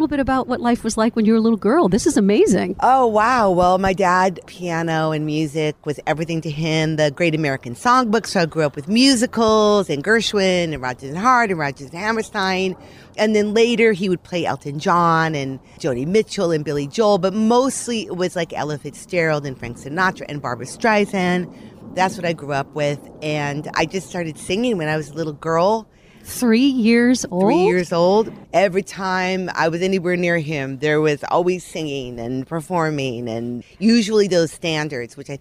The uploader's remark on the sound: Recorded in her backyard garden